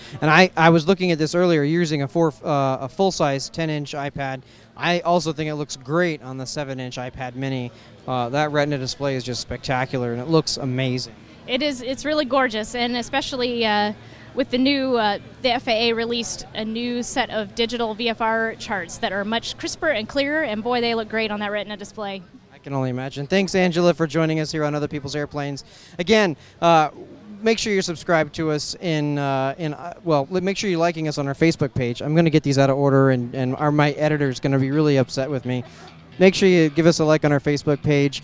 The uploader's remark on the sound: We interview ForeFlight at SUN &#8216;n FUN 2014. We interview ForeFlight at SUN ‘n FUN 2014 about their brand new update for iPhone and iPad.